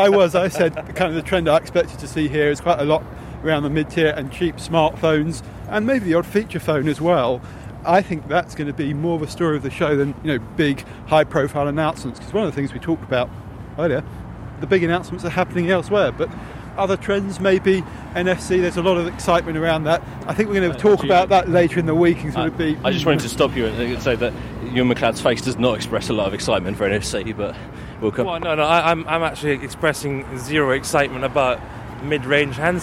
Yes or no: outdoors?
yes